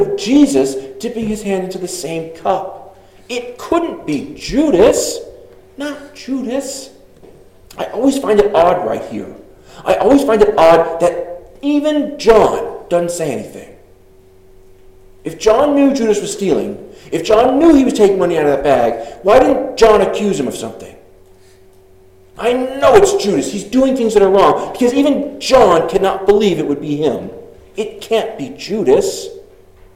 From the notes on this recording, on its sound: Delivered 6/4/23 at Congregational Church in Arriba, CO.